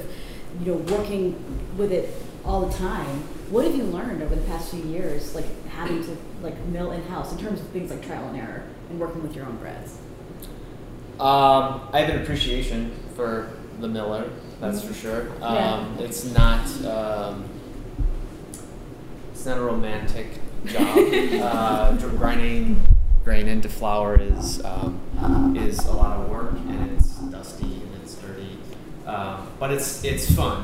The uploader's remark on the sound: At the 2019 Fermentation Fest — A Live Culture Convergence in Reedsburg, five experts gathered on a panel